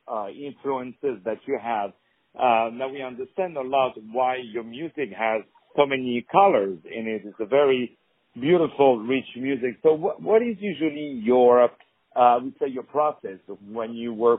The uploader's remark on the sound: On the phone